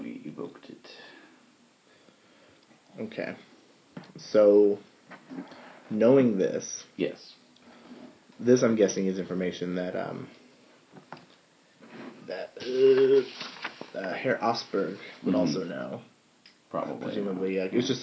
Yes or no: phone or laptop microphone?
yes